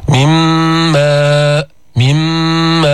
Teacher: أدغمنا النون في الميم، فلفظنا ميما مشددة مع الغنة